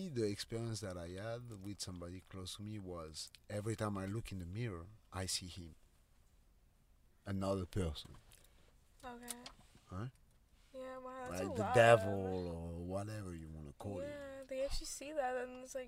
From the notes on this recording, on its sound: when testing our studio setup in the car